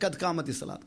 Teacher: North India wale qaf bol hi nahi sakte, kad khamati salat kehte.